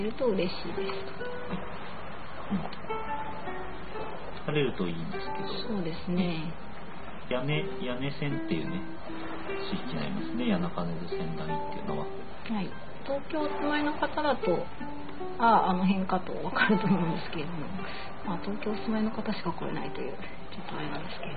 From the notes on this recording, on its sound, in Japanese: しかし2周目は波のBGMが雑音になっちゃって聞きにくいですね。